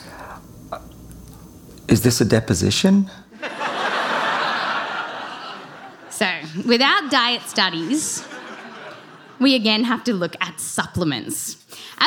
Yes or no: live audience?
yes